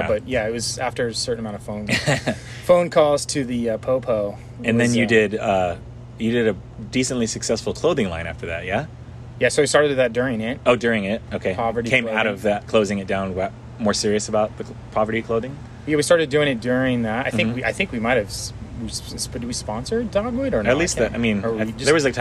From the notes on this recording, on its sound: Imported from my record player, forgive any static and such.